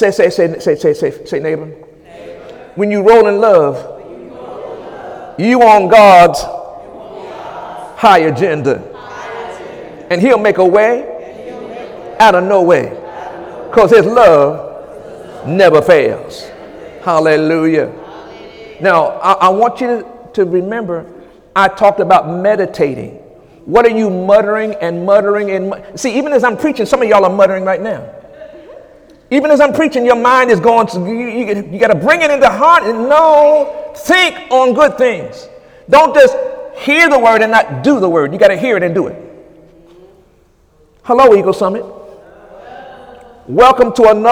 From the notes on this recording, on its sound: During Sunday morning service